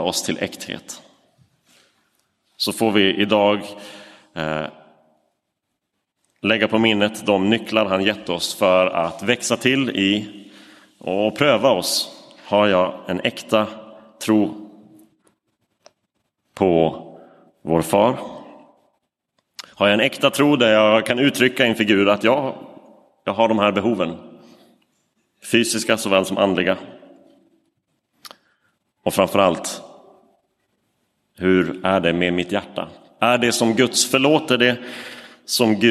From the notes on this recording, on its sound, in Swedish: Inspelad i Roseniuskyrkan den 12 november 2023.